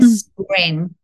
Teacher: N の鼻音からそのまま抜いていって · Term: NG